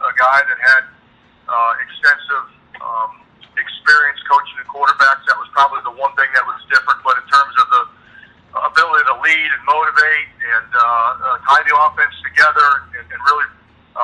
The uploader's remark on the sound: Full Teleconference